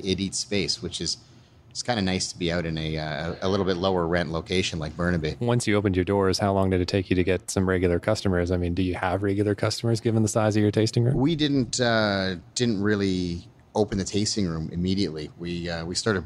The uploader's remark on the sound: Recorded on location at Dageraad Brewing, Burnaby, BC